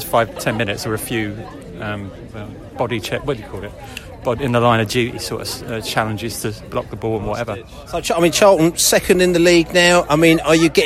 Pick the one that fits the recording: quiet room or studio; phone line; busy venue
busy venue